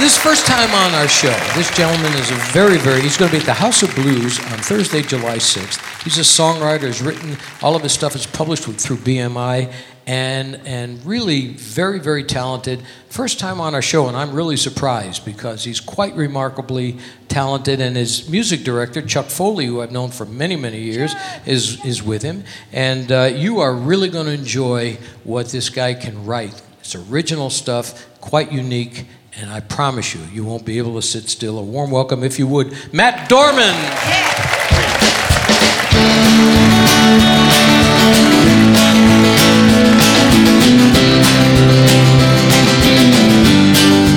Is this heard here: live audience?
yes